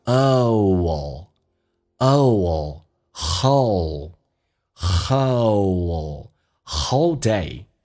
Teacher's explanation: whole 这个单词特别难发，首先是一个 o 这个发音，先发 a 再发 oo